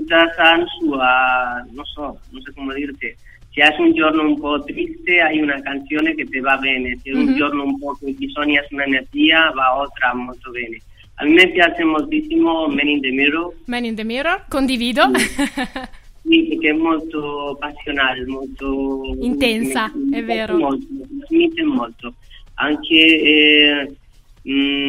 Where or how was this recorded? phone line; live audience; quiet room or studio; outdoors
phone line